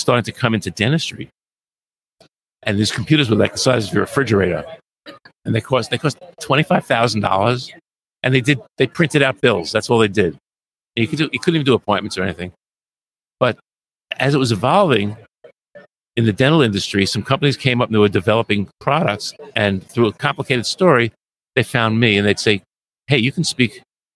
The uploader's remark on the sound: LIVE from SmileCon